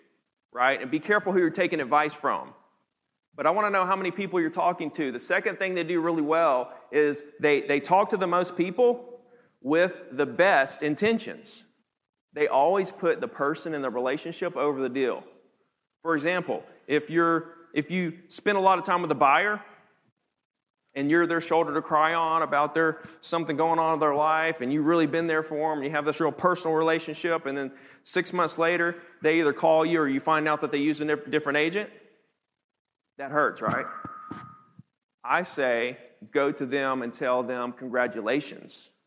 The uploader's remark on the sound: teaches the audience at the HyperFast Sales Summit